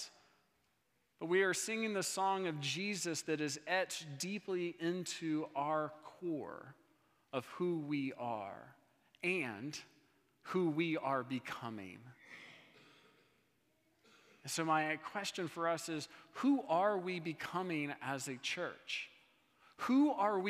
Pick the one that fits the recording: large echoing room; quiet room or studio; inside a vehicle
large echoing room